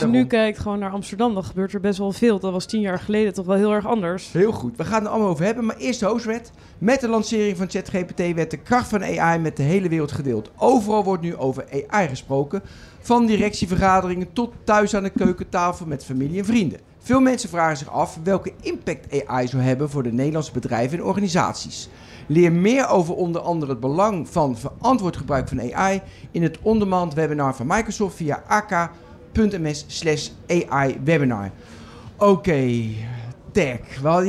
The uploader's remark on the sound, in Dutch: Live vanaf TNW. Live vanaf TNW.